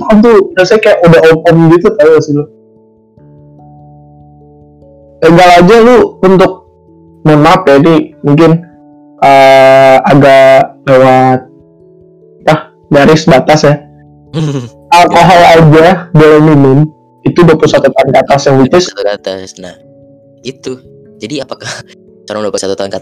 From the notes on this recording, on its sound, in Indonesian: maaf banget sound kami masih tidak layak